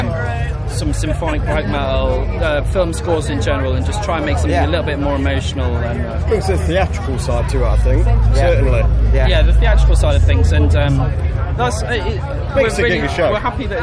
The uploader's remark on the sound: After their blistering set at Bloodstock Festival 2022, on the Newblood stage.